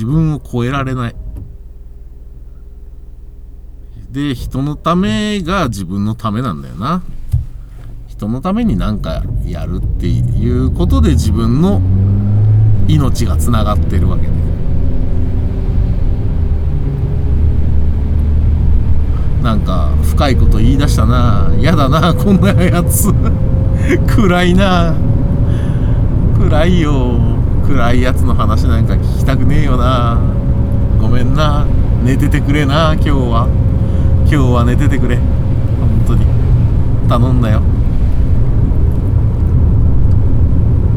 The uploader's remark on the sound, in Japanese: 君は助手席で眠っていて。急に深いこと言いだす中年男性が雨の中車を走らせる音声。この収録タイミングの雨ほんとひどかったです。車の走行音と運転手の声を遠くに聞きながら、ぼんやりとまどろんでいただくことを目的にした音声です。